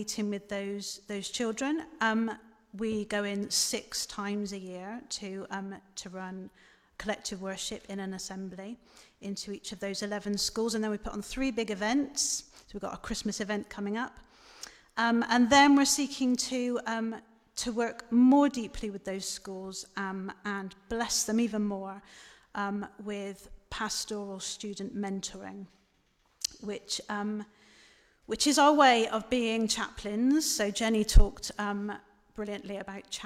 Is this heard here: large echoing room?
yes